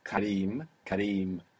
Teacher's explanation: The A must be the short one, and the Im must be the long vowel.